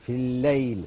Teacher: خلي بالكم ان اللام هنا مشددة، يعني معنى كده ان كان فيه لام دخلت في اللام التانية، لام دخلت في اللام، يعني هنا اللام مشددة، يعني هذه لام شمسية وليست قمرية. في الليل، فاللام ادغمت في اللام للتماثل، واللي ظهر لنا في النطق اللام التانية